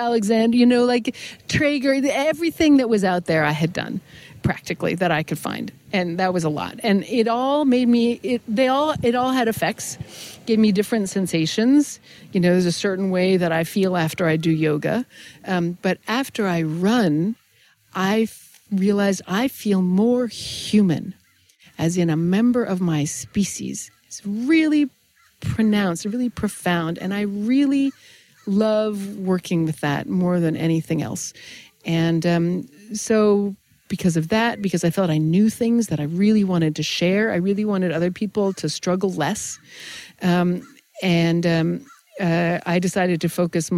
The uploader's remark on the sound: we sat down at a local park and had a conversation